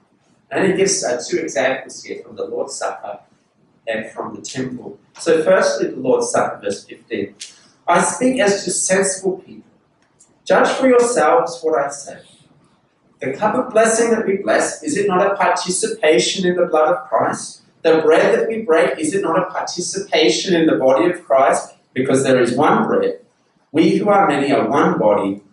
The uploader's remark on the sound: This sermon was preached at Covenant Grace Church, Penang on 15th May 2022.